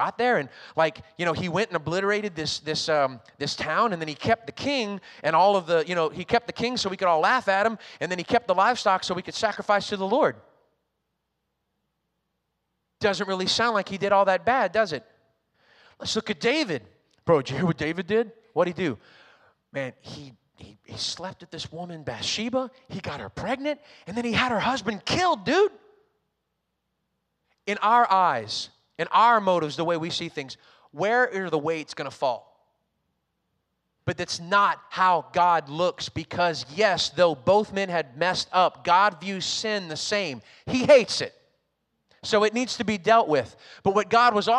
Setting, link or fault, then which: setting, large echoing room